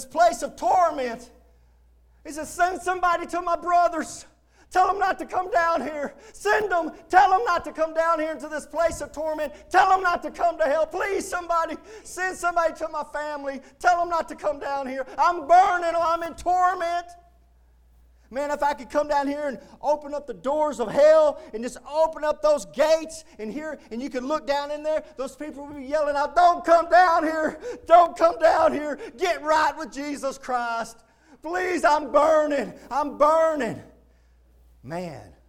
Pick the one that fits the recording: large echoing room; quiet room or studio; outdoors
large echoing room